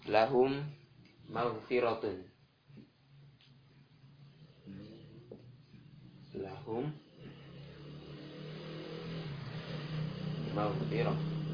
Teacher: Maka langsung secara sempurna mim sukun dimasukkan ke mim yang kedua. · Term: idgham